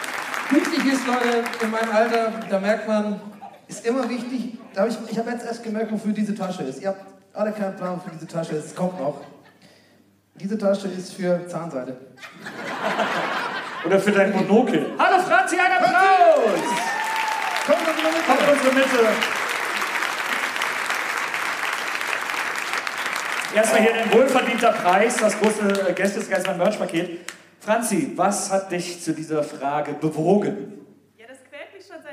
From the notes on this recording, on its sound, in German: Aufgenommen LIVE in Köln am 20.09.2021